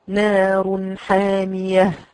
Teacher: هتجيبي اقصى الحلق لكن ما تضغطيش عليها ضغطة شديدة بحيث انه يخرج معها هواء زيادة، فبالتالي يخرج صوت لا تصيغه الانف. · Term: الهاء